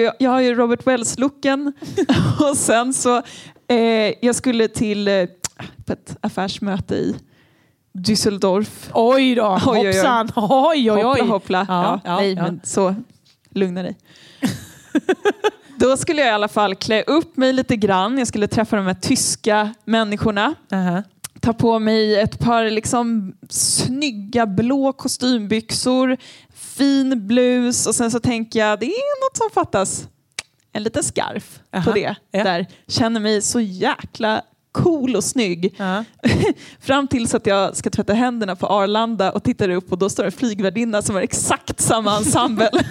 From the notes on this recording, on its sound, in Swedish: Vi spelar in live inför publik i Katrineholms kulturhuset Ängeln. LIVEPODD!!!